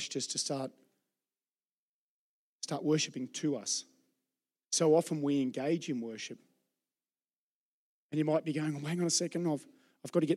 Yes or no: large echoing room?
yes